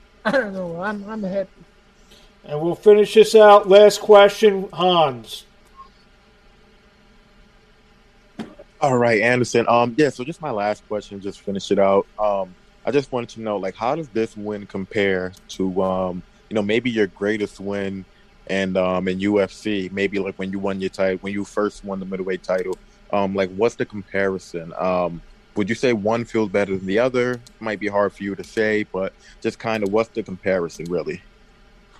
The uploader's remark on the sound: Post Fight Media conference